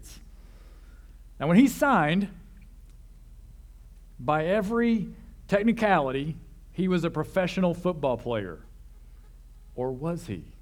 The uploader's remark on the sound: This sermon was originally preached at CCC.